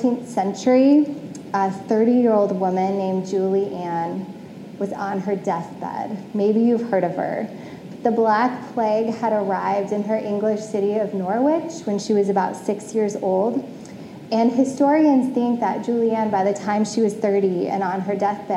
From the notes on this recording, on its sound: Originally preached on January 16, 2022, at CityChurch in downtown Iowa City.